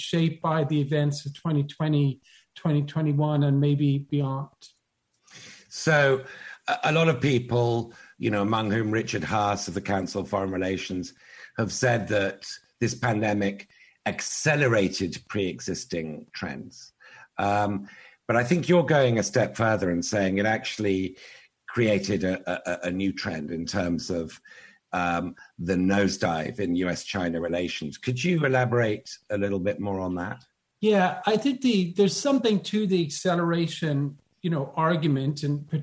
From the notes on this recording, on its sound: This program was recorded via video conference on September 13th, 2021 by the Commonwealth Club of California.